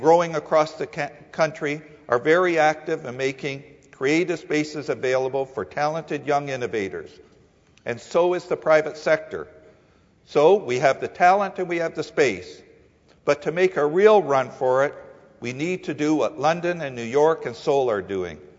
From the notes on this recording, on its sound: The venue is the Mattamy Athletic Centre at the Gardens, Ryerson's new facility on Carlton Street, included in the ESPN list of Top 10 Most Historic Stadiums in North America.